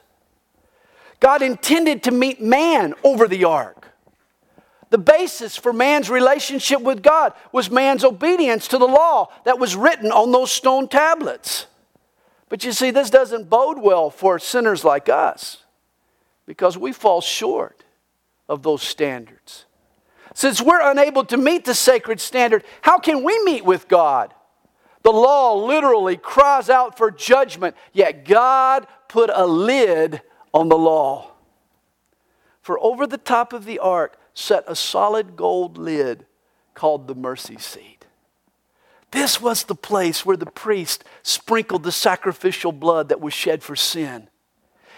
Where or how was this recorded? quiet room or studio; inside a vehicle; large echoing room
large echoing room